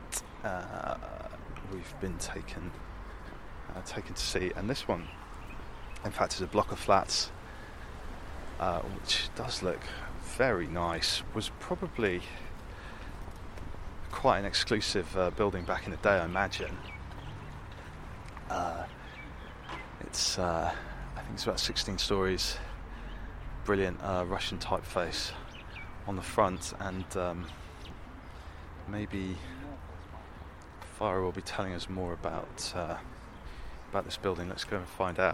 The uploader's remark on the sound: Record some on the hoof meanderings while I criss-crossed the Uzbek capital of Tashkent with some fellow fans of Soviet modern architecture and design. Then we head out of town to see the weirdest thing I've possibly ever seen - a USSR science project helmed by a 20 storey high sunscope on a mountainside in the desert.